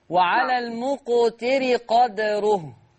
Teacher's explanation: لا لا تزد في زمن الكسر وعلى المق، ما تزودش كسرة الراء حتى لا تتولد ياء